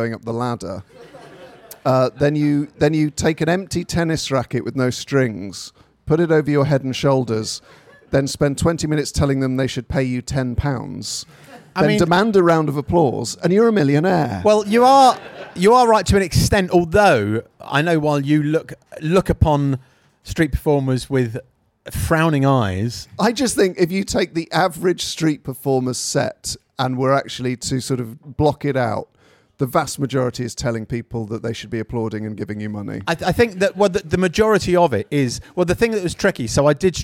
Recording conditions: busy venue